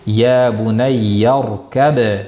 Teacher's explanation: ya bunayyar kab deb ba'ni qalqala qilib to'xtashimiz lozim bo'ladi